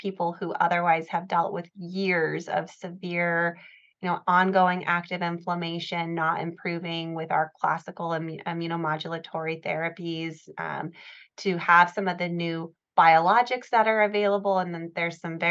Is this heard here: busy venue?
no